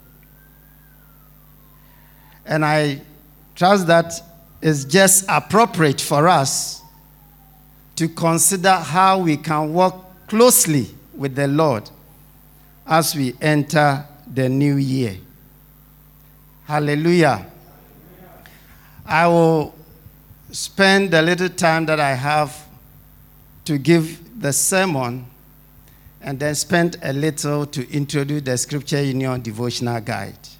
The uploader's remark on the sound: Sermon preached at Shiashie Campus